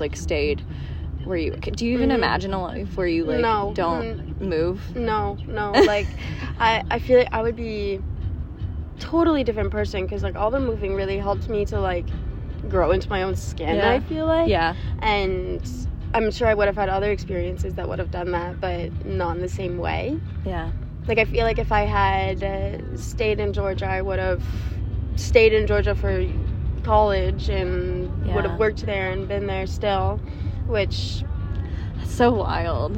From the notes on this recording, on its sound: jumps on the podcast live from the back of a taxi in Paris